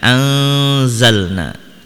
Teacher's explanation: Di sini ada hukum ikhfa karena nun sukun bertemu dengan huruf ikhfa yaitu huruf za. Maka disamarkan nunnya dan didengungkan